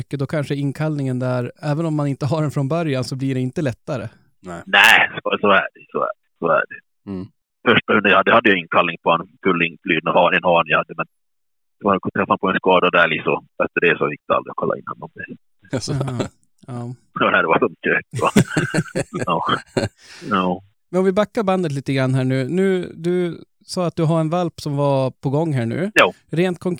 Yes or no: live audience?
no